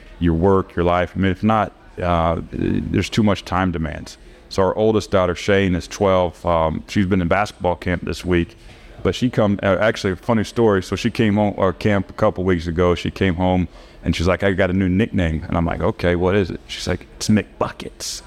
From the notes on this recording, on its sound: live on the T&L Catfish Tour from the Little Dooey